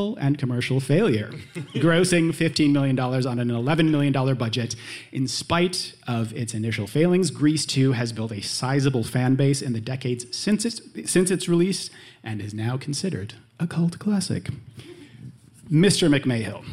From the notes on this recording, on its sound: It's the very first Spark Parade live show!! Three fantastic guests join me live. In front of a live audience at Brooklyn's incredible C'mon Everybody.